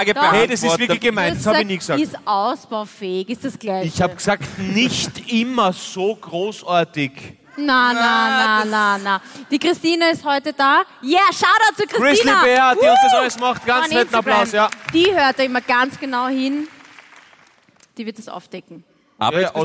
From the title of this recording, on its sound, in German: Hawi D'Ehre LIVE - St.Pölten